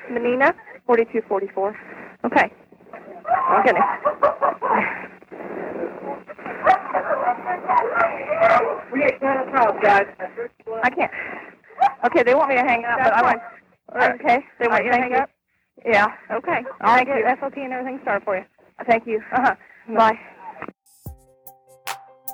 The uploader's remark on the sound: On this recorded call, you will hear a play-by-play of what occurred.